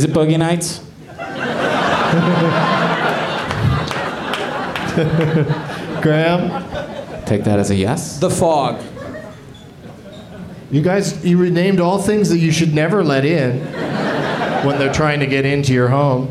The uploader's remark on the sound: Live from Cobb's Comedy Club in San Francisco